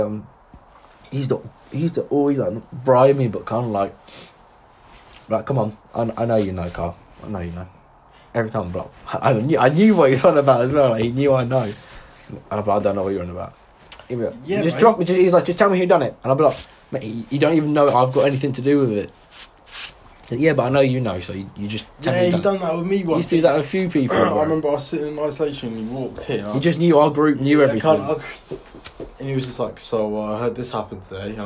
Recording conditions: phone or laptop microphone